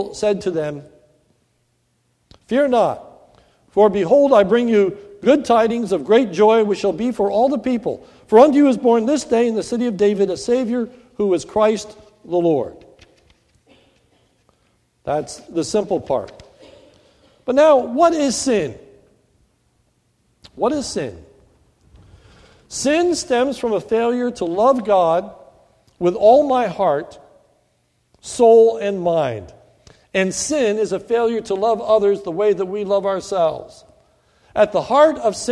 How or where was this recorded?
large echoing room